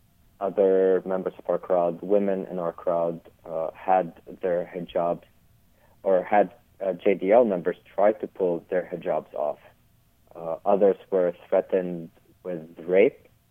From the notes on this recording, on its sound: I had with me on the phone